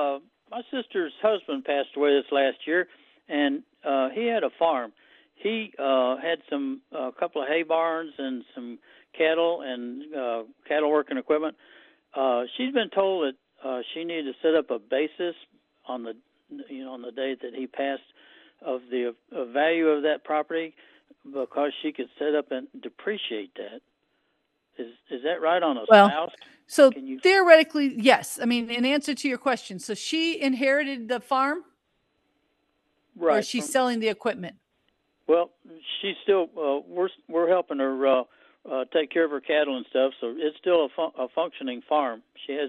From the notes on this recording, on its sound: The show features interactive segments where listeners call in with specific tax queries.